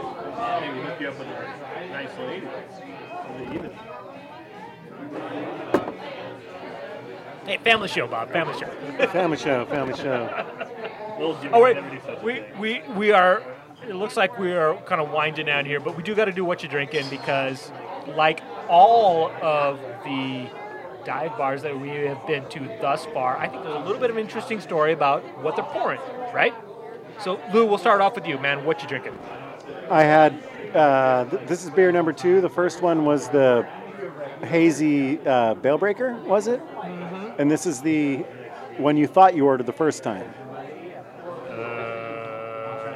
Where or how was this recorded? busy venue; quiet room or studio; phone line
busy venue